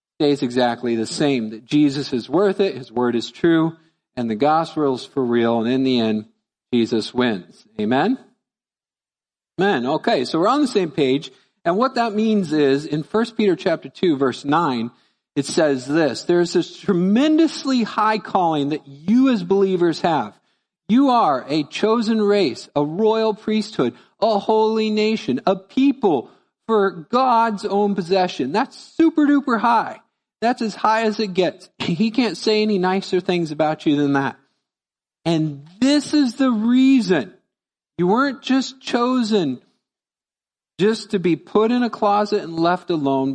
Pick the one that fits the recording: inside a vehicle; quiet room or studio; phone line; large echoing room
large echoing room